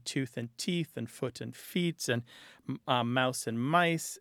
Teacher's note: There was an older form of English that, like Germanic languages, to make a plural, you didn't add an S on the end. Instead, you changed that main central vowel.